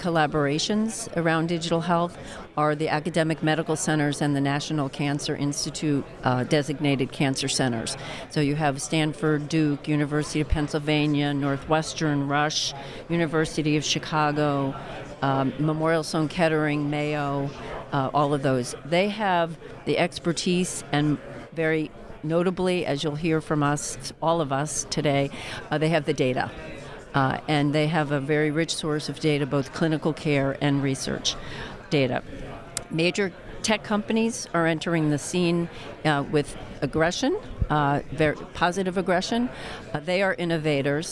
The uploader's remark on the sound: Live from JPM